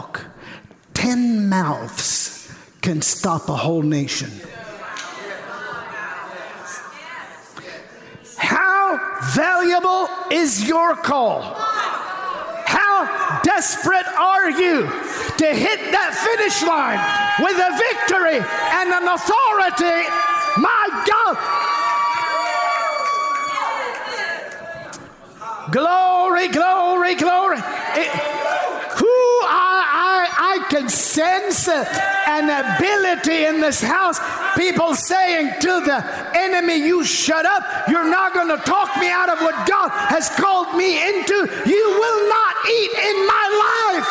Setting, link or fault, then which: setting, large echoing room